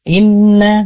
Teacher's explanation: Inna, inna, agar sempurna keluar di hidung kita, ya. Inna, maka ditahan antara 2 sampai 3 ketukan. · Term: gunnah